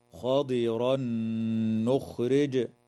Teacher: ويدغم مع الغنة في النون من قوله تعالى: خضرا نخرج